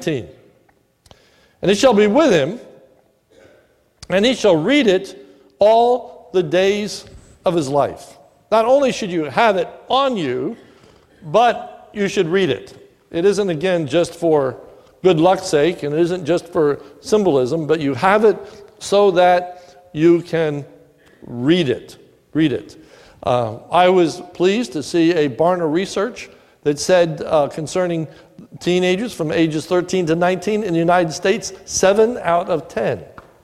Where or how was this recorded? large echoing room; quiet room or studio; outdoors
large echoing room